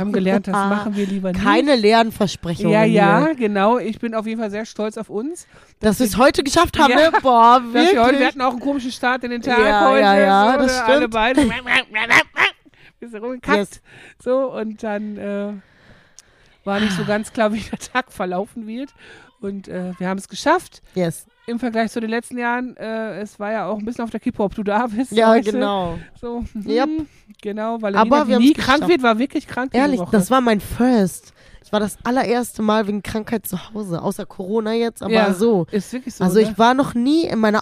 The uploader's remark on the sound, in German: Die lustige Live-Folge direkt aus dem Jump In!